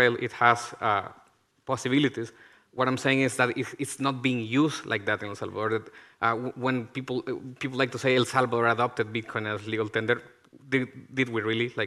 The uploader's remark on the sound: recorded at the 2022 Oslo Freedom Forum